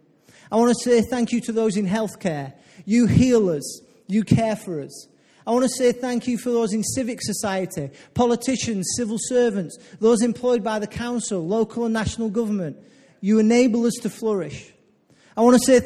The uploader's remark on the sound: Recorded live at Life Church.